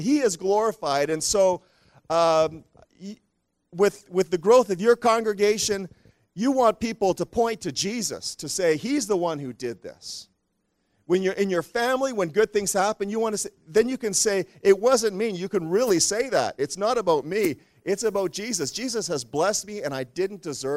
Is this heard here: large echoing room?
yes